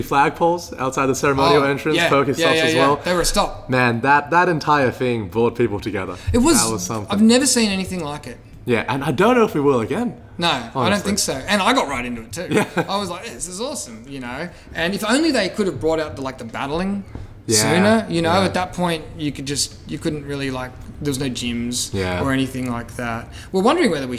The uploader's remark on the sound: Recorded inside 1Up